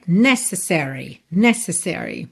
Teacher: O que não pode é você não dar a ênfase necessária na primeira sílaba.